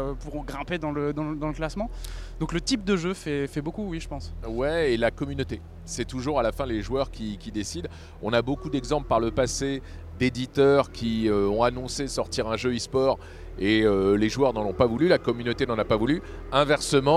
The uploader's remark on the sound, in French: enregistré depuis l’Accor Arena de Paris